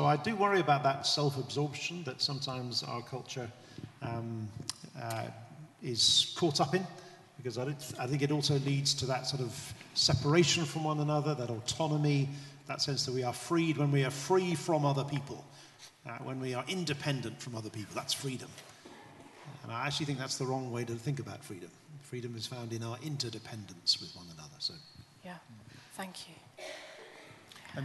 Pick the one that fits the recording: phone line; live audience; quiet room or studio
live audience